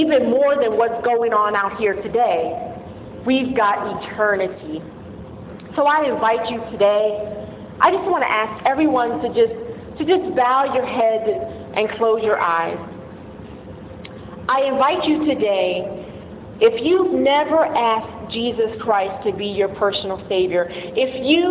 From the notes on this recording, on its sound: The following are audio clips of Sunday sermons at Power of One Community Church.